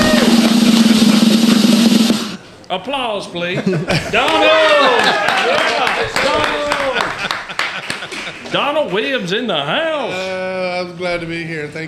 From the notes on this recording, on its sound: we were live at the Brickyard eating our fried green beans